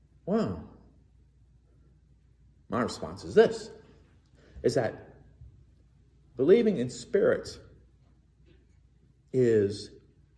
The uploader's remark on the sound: Recorded in the MPPC sanctuary